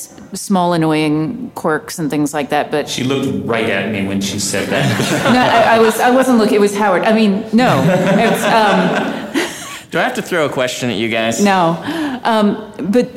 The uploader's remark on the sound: Joined us at Phoenix Comic Con for a live-audience Q&A session about Elemental Relationship writing. This episode was recorded live at Phoenix Comic-Con.